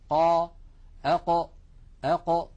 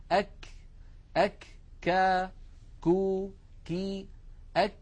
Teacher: مخرج حرف الكاف والذي يخرج من أقصى اللسان مع الحنك اللحمي والعظمي معا · Shown in: second take